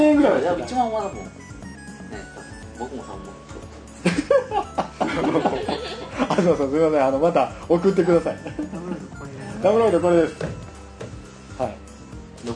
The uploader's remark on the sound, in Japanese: イベントの配信です。ムービーカメラでの収録ですのでノイズ入ってます。